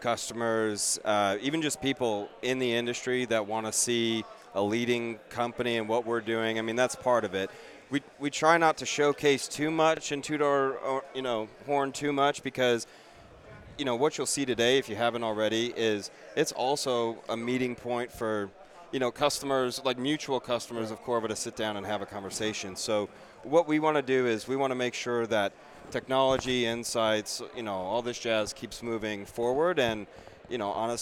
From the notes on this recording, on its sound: In this special live episode of The IT Crowd Podcast, recorded at Corva's annual event, Corvacon.